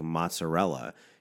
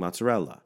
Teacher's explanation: You hold the L, and when you let it go, it goes like, duh. · Shown in: second take